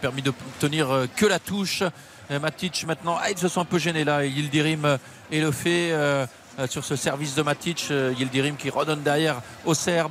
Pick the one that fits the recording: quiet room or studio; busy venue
busy venue